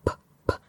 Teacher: You can't hear your throat vibrate when you say that P sound.